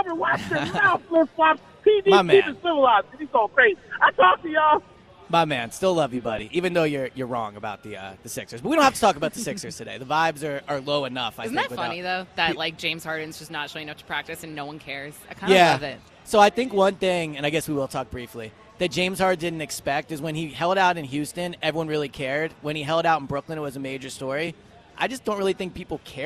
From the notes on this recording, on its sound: live at Parx Casino